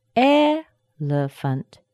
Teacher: It's the first E. It has the strongest, longest, highest pitch of the three syllables in this word. That's the primary stress.